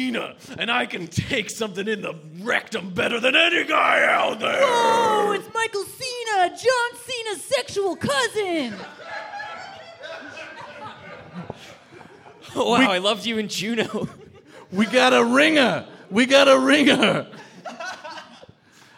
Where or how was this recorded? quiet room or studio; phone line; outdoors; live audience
live audience